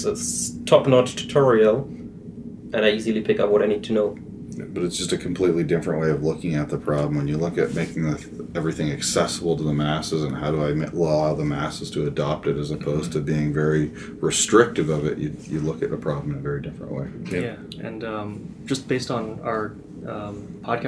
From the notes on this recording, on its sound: Autodesk University 2018 Roundtable. Recorded on site at AU2018.